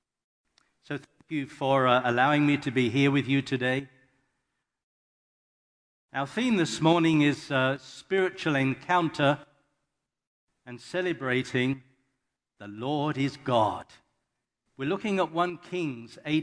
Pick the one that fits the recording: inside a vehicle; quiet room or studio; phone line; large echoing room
large echoing room